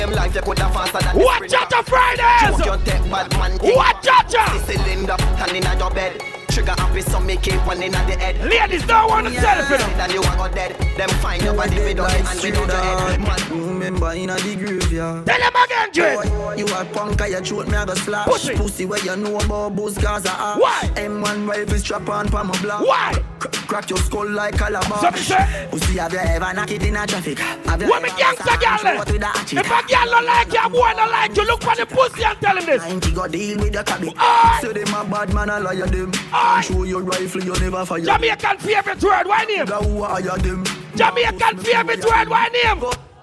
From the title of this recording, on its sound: LIVE AT CHACHA FRIDAYZ 8TH APRIL 2022